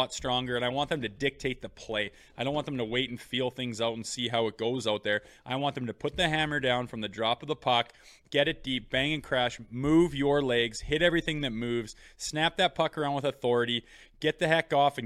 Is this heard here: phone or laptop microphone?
no